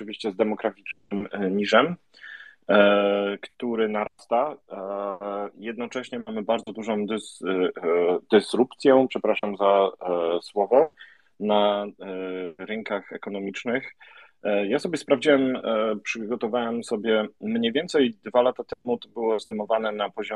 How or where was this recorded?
video call